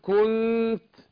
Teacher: يعني اقول كنت، يعني اخفي النون في نفسها واكون محضر للتاء · Term: الإخفاء